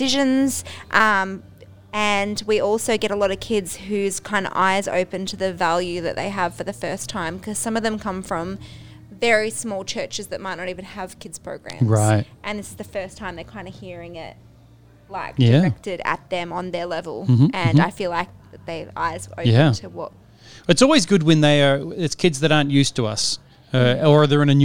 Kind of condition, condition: setting, busy venue